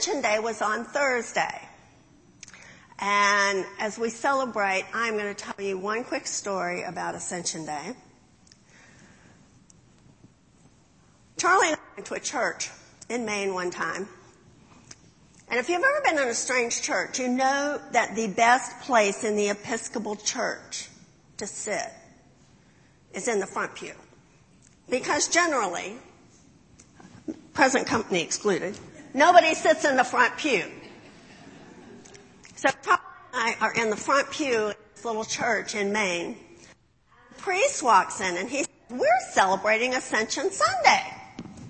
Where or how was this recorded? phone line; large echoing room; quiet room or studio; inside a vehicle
large echoing room